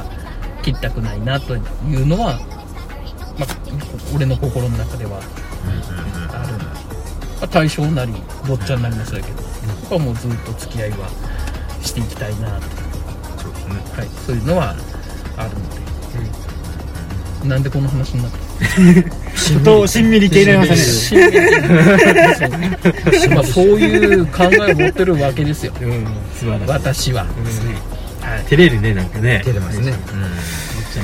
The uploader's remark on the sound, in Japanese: 宮崎市内にある「住吉公園」という場所で行ったのですが、当日は残念ながらいい天気には恵まれませんでした。いつものように車の中で収録しているのですが。